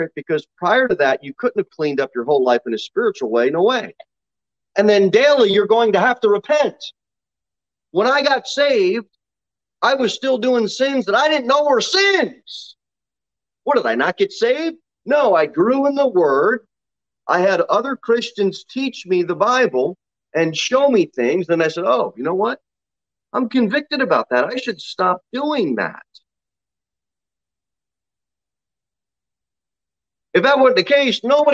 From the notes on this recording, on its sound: Sermon delivered at Pilgrim Baptist Church on Sunday, August 22, 2021, at 6:15 pm. Jere Whitson Rd.